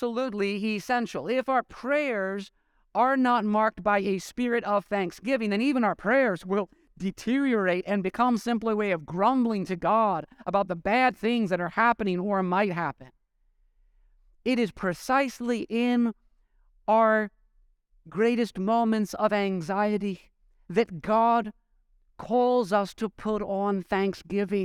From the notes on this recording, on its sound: preached this sermon at Covenant Fellowship Church on May 14, 2023.